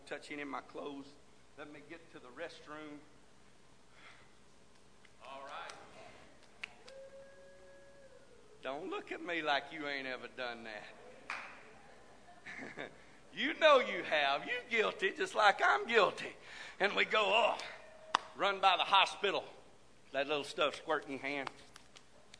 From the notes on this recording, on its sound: This message is broadcast live from the First Pentecostal Church of Silsbee Texas.